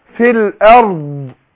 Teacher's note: شوف الضاد. أنا مش عايز أنزل على دال.